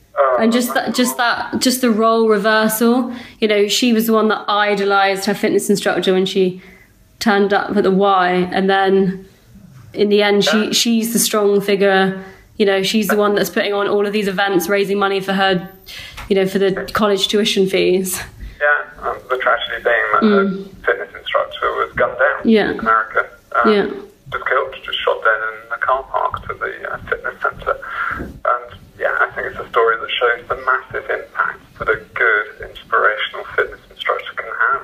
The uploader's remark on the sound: This interview was conducted over the phone.